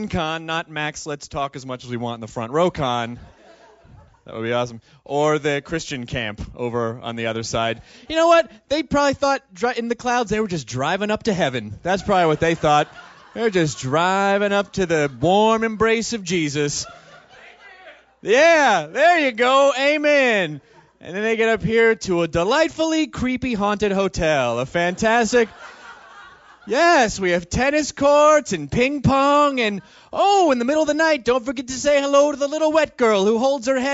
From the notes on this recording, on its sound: recorded live at MaxFunCon